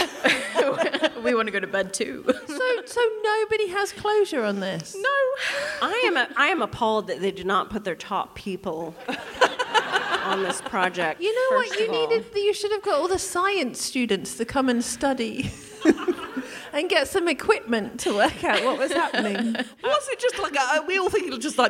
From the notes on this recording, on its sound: The Drunk Women are back in Edinburgh and already storming their Fringe run with sell out shows. In front of such a lovely audience. We hear from a member of the audience.